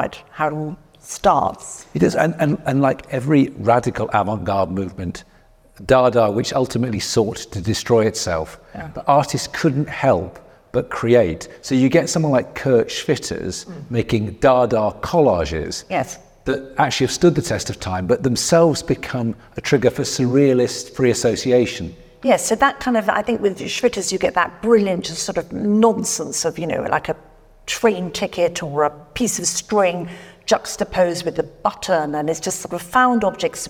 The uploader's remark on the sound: In this episode originally recorded at Sotheby’s in London.